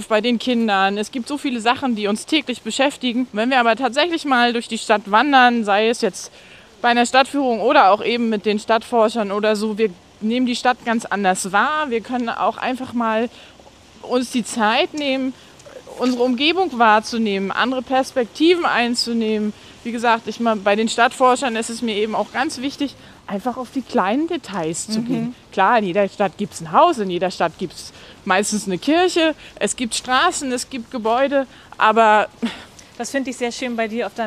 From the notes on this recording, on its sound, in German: Wir nehmen nach einigen im Sitzen aufgenommenen Episoden heute wieder beim GEHEN auf. Wir GEHEN durch die nördliche Altstadt von Rostock.